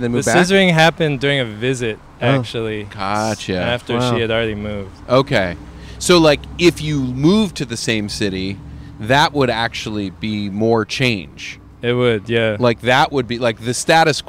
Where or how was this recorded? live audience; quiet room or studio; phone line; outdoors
outdoors